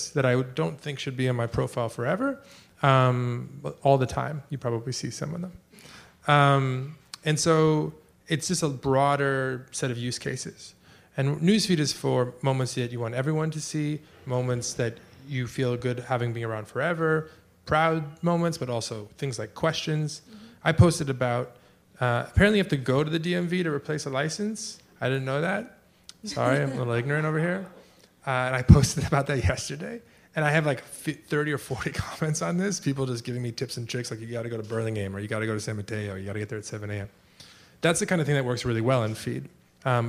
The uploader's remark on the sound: recorded at a May 17 conference co-hosted by CJR and The Information in San Francisco